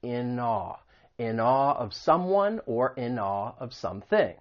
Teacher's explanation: we can link that final consonant sound in, that N sound, with the vowel sound, awe, in awe.